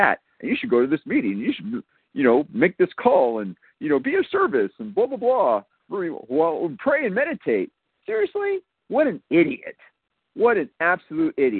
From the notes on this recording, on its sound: from the 100 Pounders Phone Meeting